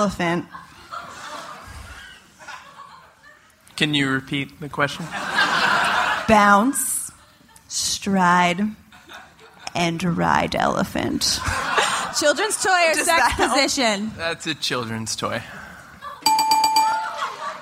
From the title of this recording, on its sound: Live at SXSW